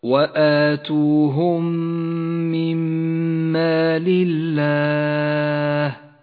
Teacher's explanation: إدغام شفوي متماثل لاجتماع الميم الساكنة مع الميم المتحركة